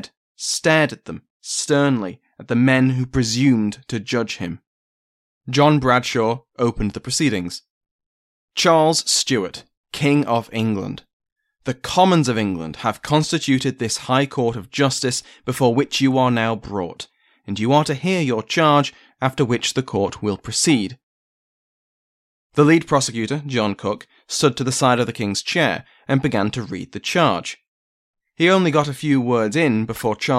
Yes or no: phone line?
no